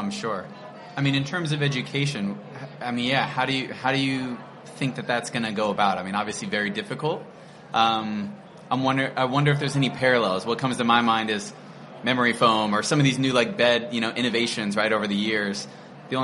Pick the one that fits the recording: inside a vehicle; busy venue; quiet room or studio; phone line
busy venue